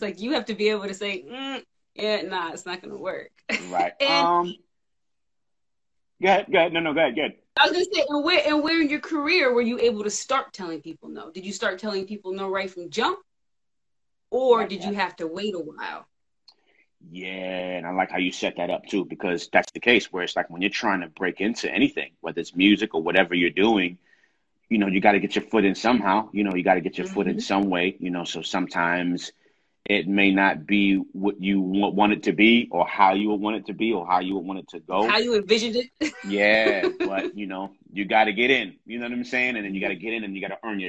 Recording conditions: video call